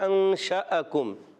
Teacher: گے ایک الف کا اور شین کی ادائیگی کلیئر کریں گے شین میں تفشی ہوتی ہے منہ میں آواز پھیلتی ہے اور شین پر زبر ہے اس کے بعد الف ہے یہ